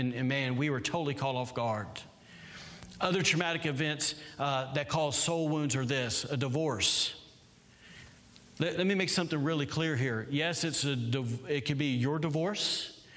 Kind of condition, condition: setting, large echoing room